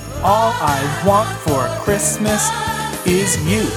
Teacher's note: This scheme works out perfectly until the very last, most important line of the section, when an unstressed-stressed pair is tacked on to the usual pattern of stressed-unstressed